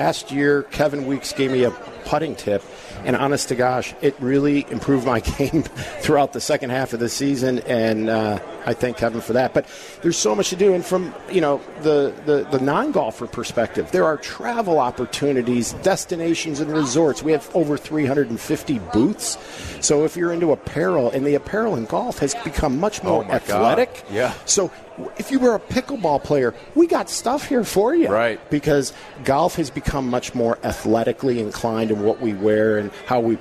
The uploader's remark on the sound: live in Rosemount, IL, for the Chicago Golf Show